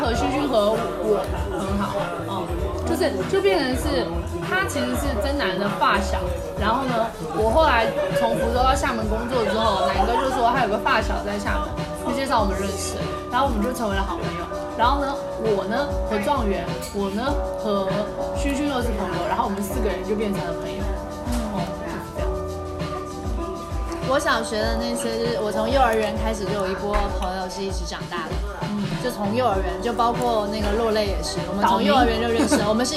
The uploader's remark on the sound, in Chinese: 在酒吧一起聊学生时代的霸凌事件。一起在酒吧录制的番外播客。这期背景音会很吵，录音质量不那么清晰。你能忍受欢欣的酒吧音乐。